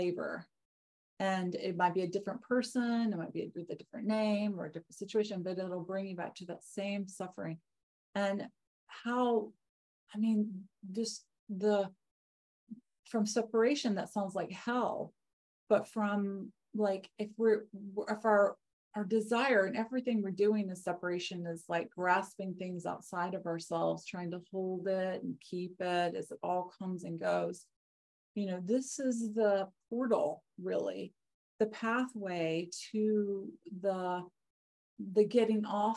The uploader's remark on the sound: Live! The shows are now all hosted on Zoom.